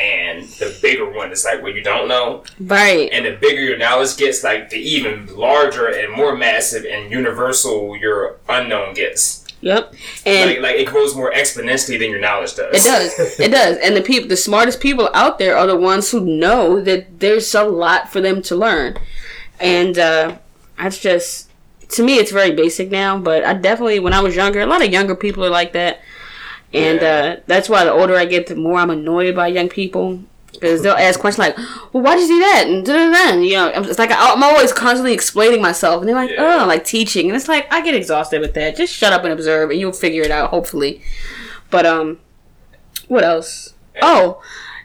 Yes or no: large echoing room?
no